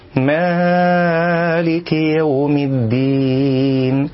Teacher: يزيد على المد الطبيعي في حرف الألف من كلمة مالك على حركتين · Term: زيادة المد